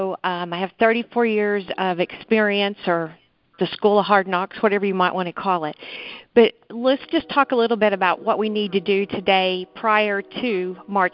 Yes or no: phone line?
yes